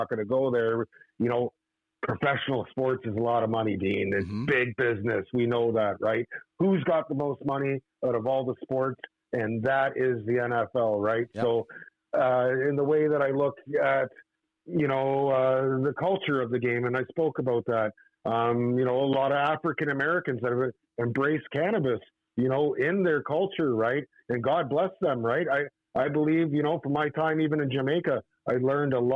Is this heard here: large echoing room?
no